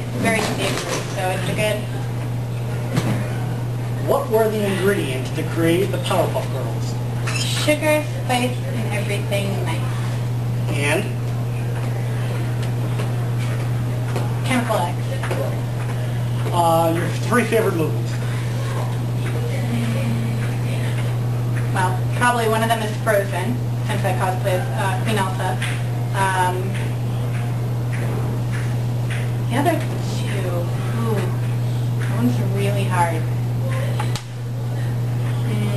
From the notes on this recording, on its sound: From Pop Cult Anime Con. This was the 2nd ever interview we did, so sorry in advance for audio issues.